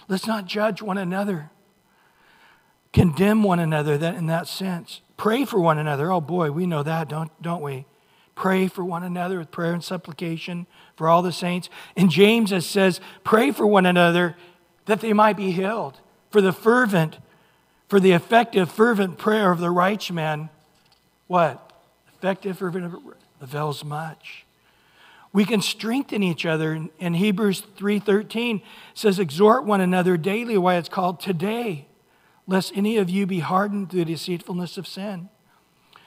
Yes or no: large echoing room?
yes